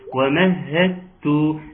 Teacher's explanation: ترقيق الواو، ترقيق الواو والهاء من الحلق والدال بعد التاء.